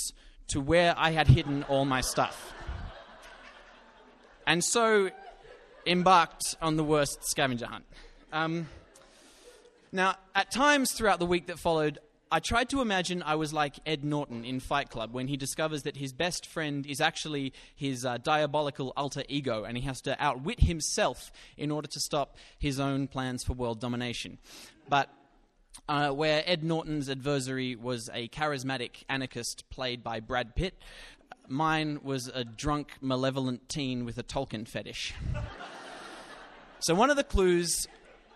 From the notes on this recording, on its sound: Recorded live at Belconnen Arts Centre, Canberra. (666 ABC Canberra).